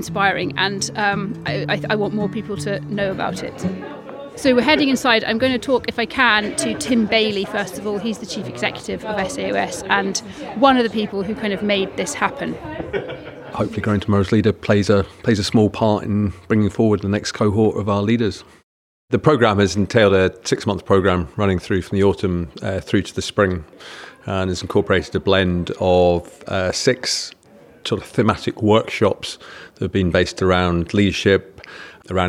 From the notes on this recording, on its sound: recorded this episode at their recent graduation event